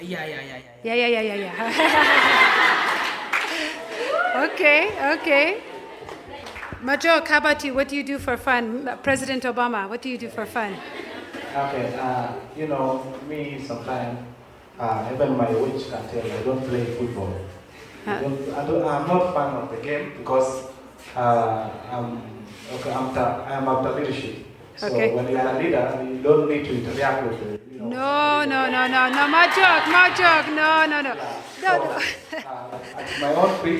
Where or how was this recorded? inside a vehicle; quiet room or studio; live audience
live audience